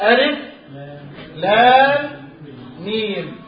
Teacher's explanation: هذه ساكنة وهذه متحركة، ادغمت الميم الساكنة الاولى في الميم الثانية المتحركة · Term: الادغام